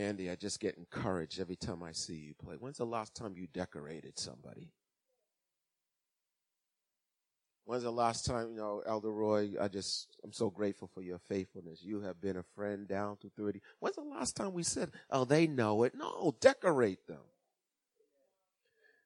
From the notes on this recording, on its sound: Recorded on 2016-03-06 at 08:30am Service